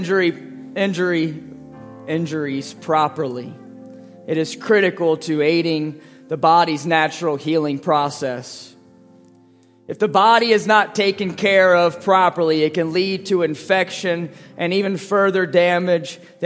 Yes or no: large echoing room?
yes